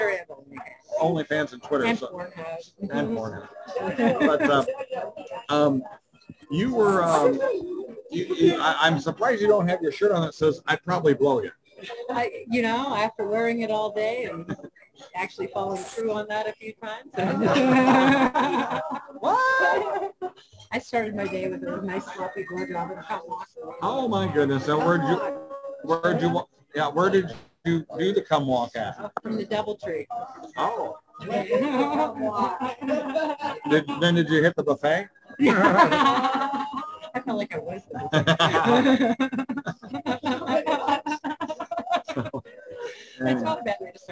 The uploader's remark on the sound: Well, we had quite a weekend in Chicago and the stars came out for our show at the end of it. I apologize for the poor audio as the hotel WiFi wasn't the best. MANY, MANY folks came by to chat.